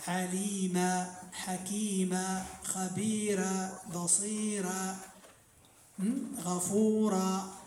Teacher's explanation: الأول مد العوض، مد العوض نحو عليما، هذا في حالة الوقف، نقول عليما، فهو يرجع إلى القاعدة، ولكن يسمى بمد العوض، أي عوض عن التنوين، عوض أن نقول عليما ونسكت عليها، نقف بالألف أو بالمد